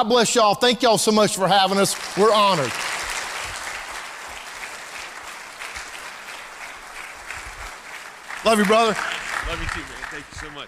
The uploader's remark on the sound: Live From Life Church